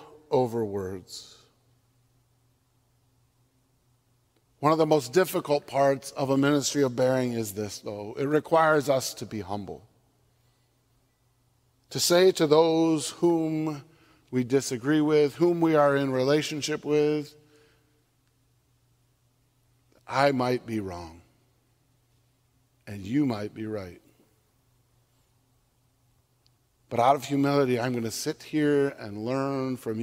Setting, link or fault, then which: setting, large echoing room